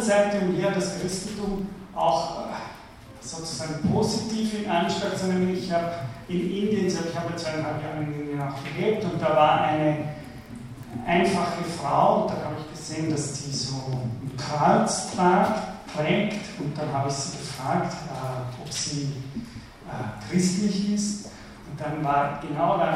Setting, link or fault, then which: setting, large echoing room